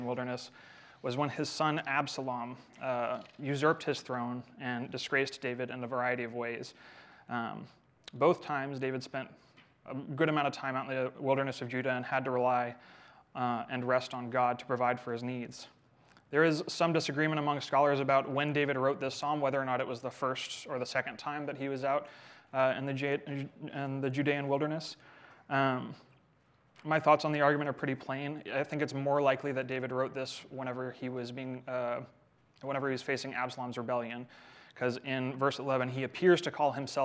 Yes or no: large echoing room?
yes